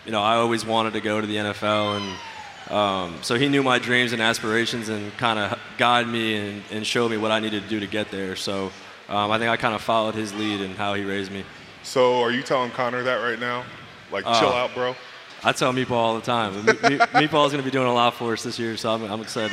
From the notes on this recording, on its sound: live at the Steelers draft party!